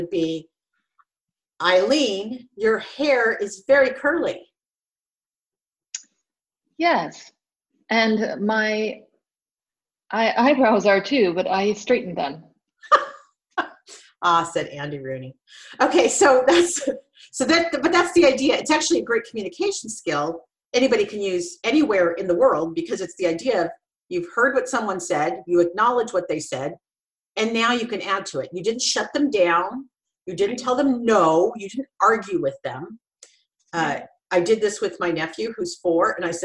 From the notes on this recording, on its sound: While we had no idea how this would work using Zoom, we gave it our best.